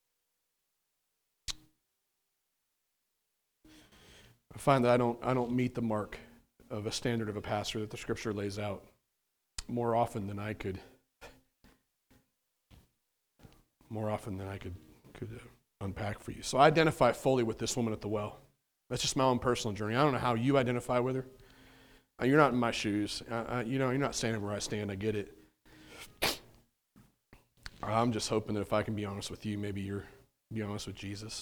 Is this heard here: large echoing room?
yes